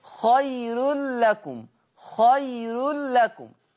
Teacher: قرأ ورش بترقيق الراء وصلا، قرأ ورش بترقيق الراء وصلا، وانا بتك على كلمه وصلا، في خير الرو رو مش رو بفخم، خير لكم.